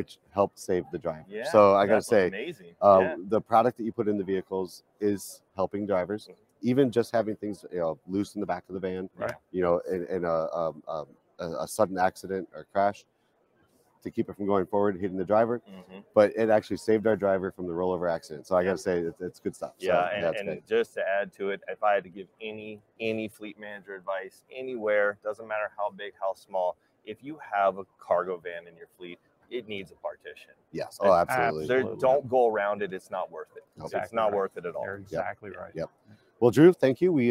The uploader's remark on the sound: Fleet Safety Geeks Live From NAFA 2023.